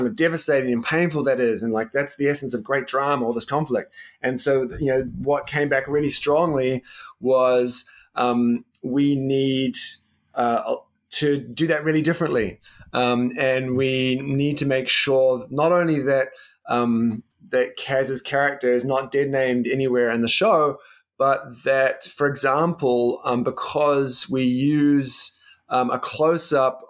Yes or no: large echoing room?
no